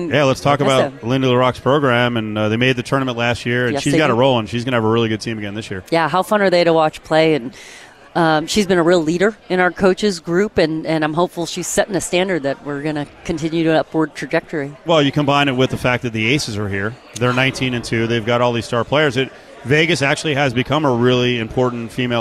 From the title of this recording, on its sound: LIVE AT CIRCA FOR MW MEDIA DAY